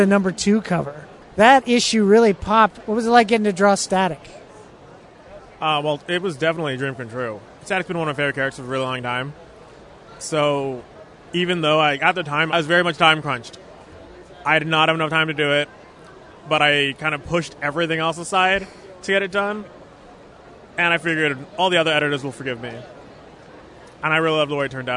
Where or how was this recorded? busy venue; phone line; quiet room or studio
busy venue